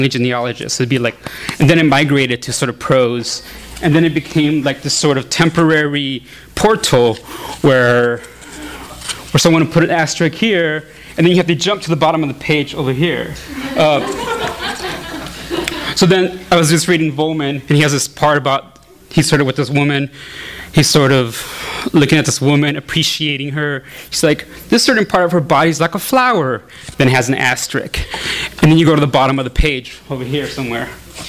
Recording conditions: live audience